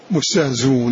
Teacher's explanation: قال الناظم والمستهزئون الحذف فيه ونحوه وضم وكسر مستهزئون من كل ما كان الهمز فيه مضموما بعده واو قبله كسر، فهذا النوع وكما قلنا أيضا لابد أن يكون موافقا لرسم المصحف محذوف رسمه، فمثل هذا مستهزئون لو وقفنا فيه لحمزة قال فيه الحذف احذف الهمز